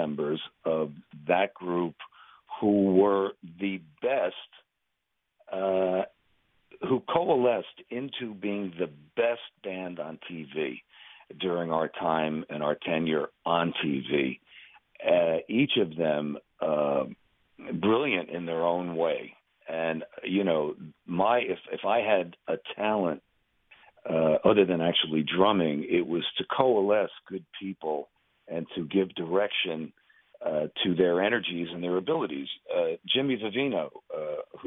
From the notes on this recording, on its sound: chat by phone